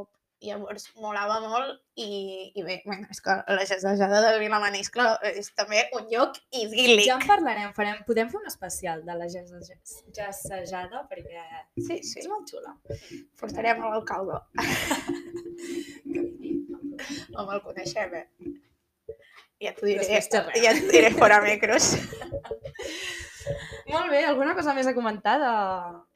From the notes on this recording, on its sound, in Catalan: És el primer episodi i això vol dir que segurament hi sentireu problemes de so, de guió, etc.